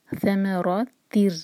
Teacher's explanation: ث ثم لائٹ اور را ہیوی، را کو منہ بھر کے پڑھیں گے. ثمرات تاکہ تنوین کے بعد را ادغام بغیر غنہ کا، ناک میں آواز بالکل نہیں جائے گی، ہم سیدھا پڑھیں گے تر.